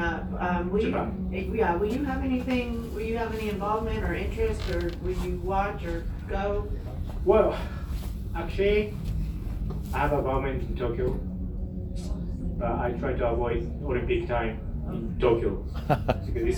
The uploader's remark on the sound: Live from Daytona